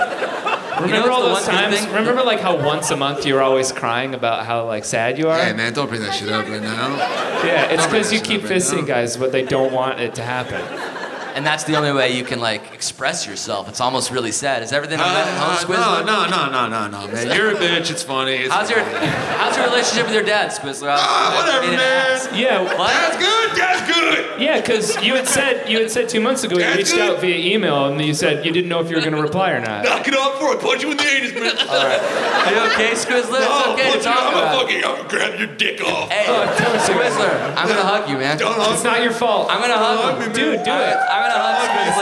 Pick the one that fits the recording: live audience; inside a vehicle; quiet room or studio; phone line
live audience